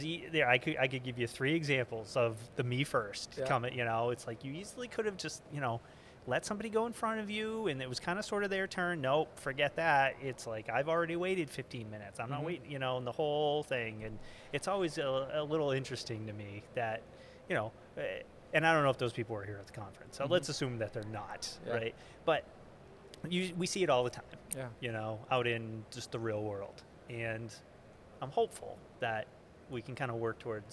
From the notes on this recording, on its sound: GBMP Live! From the GBMP Northeast Lean Conference!!